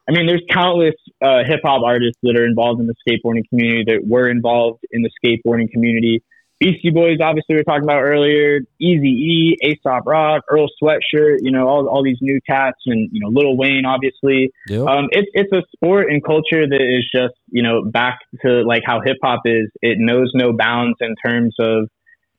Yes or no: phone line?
yes